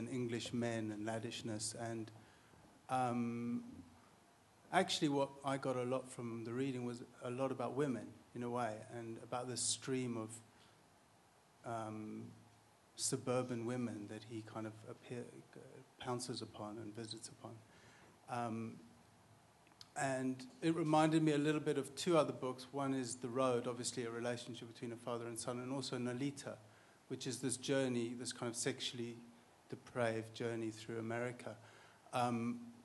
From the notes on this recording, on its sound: a rapt audience at iTunes Live: London Festival '09